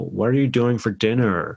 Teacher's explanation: we would really push the R's · Term: American accents